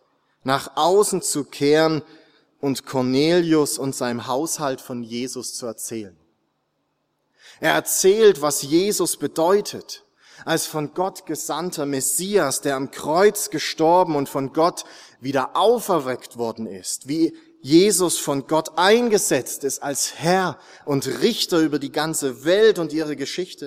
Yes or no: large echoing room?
yes